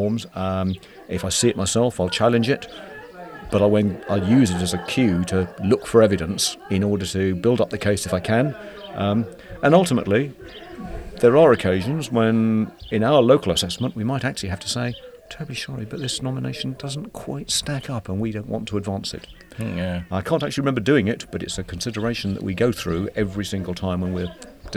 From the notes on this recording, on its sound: Coming to you from outside The Royal Hill Pub in Edgerely on a bright, sunny day